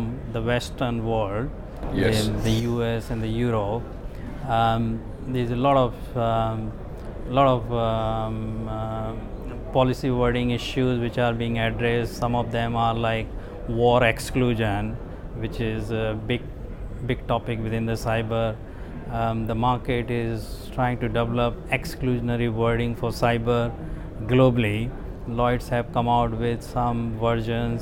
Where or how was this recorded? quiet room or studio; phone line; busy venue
busy venue